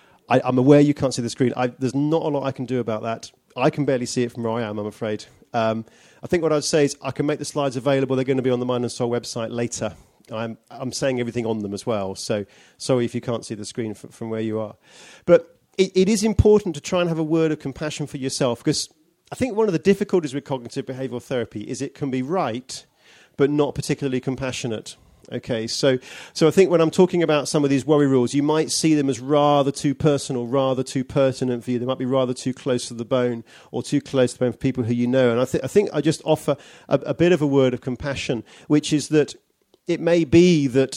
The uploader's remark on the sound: Given at Holy Trinity Brompton's summer festival called 'Focus'